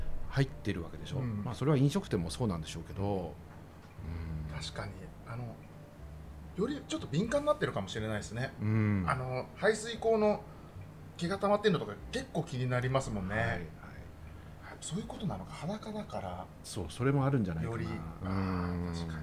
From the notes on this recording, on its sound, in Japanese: 今回も先週に引き続き、十條湯に併設された喫茶深海での収録。